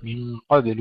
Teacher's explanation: القلقلة نحافظ على الباء ساكنة، من قبل ولا نقول من قبل أو من قبل، نبقي الباء ساكنة.